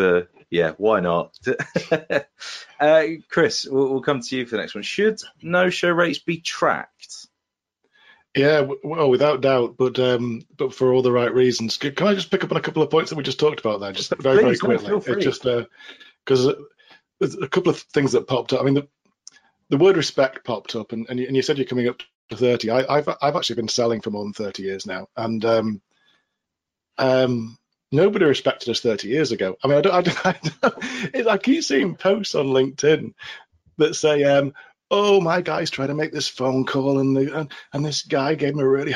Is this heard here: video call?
yes